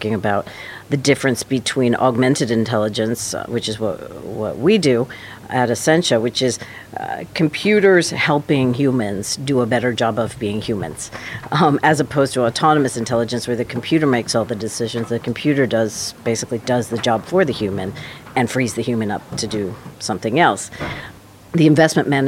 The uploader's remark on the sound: Recorded in partnership with CFA UK from their Fintech Interactive Forum, 'Asset management: Rise of the machines', at the offices of Inmarsat in London.